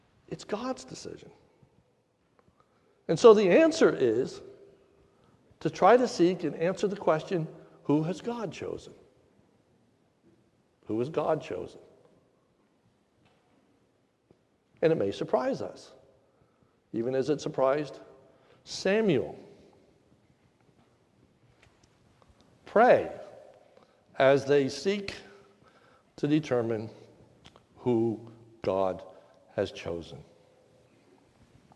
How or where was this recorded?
large echoing room